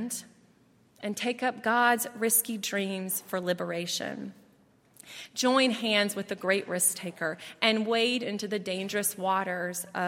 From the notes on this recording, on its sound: at Highland Baptist Church